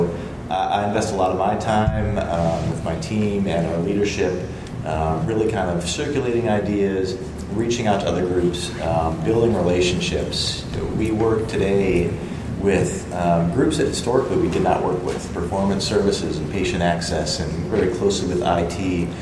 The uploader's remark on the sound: Live from Content Marketing World Cleveland Clinic Health Summit 2017. Live from Cleveland, this week’s episode features audio captured at the Content Marketing World Cleveland Clinic Health Summit 2017.